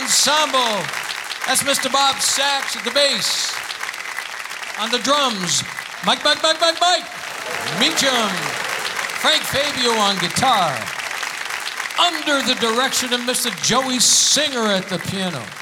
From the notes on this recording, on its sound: Live at the SouthPoint Casino